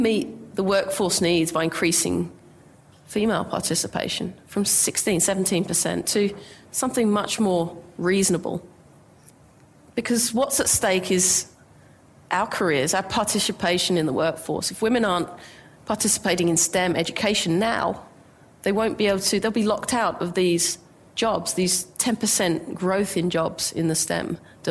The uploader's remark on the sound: IFE Grand Challenge Lecture recorded at QUT on 6 September 2019